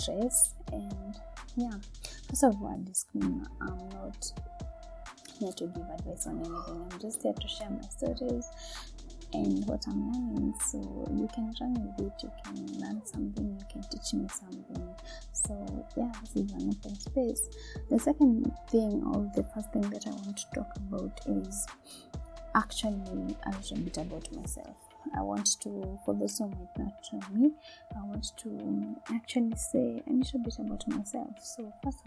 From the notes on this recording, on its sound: Sorry for the sound quality